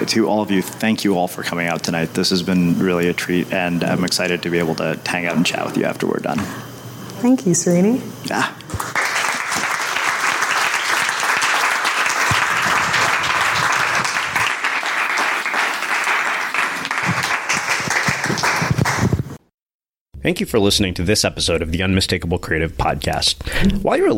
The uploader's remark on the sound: Unmistakable Creative Live from NYC. The Unmistakable Podcast was recorded live in front of an audience in New York City!